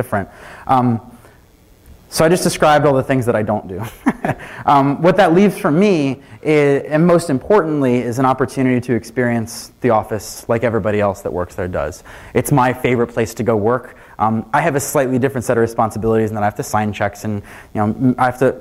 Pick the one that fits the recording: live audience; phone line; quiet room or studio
live audience